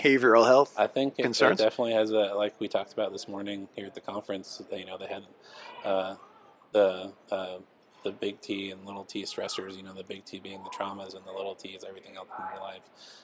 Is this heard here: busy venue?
yes